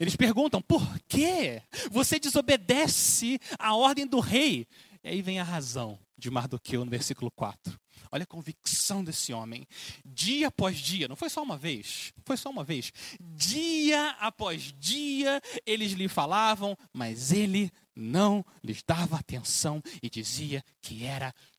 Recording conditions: large echoing room